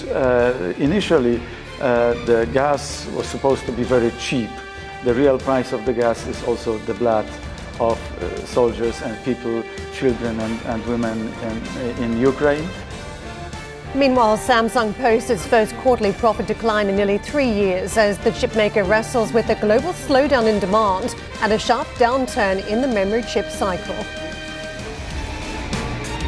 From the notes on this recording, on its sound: We are live in Prague at the inaugural summit of the European Political Community